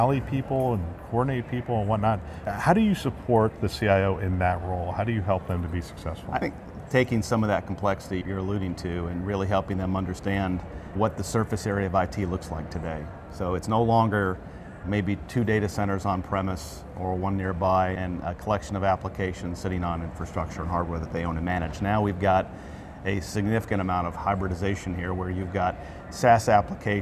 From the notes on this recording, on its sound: an Interview in Action live from ViVe 2023